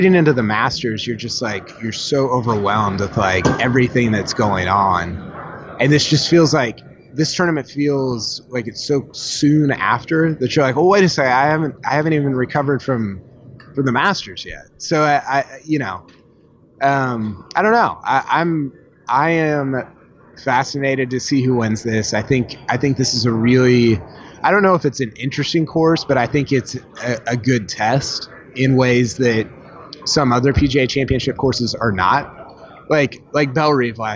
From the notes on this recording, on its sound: Live from the PGA Championship. Live from Bethpage Black.